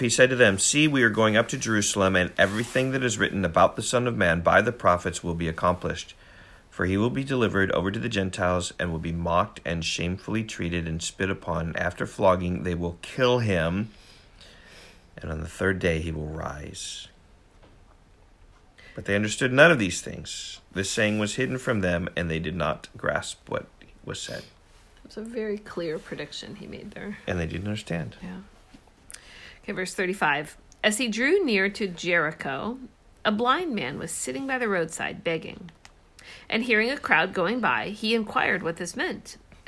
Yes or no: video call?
no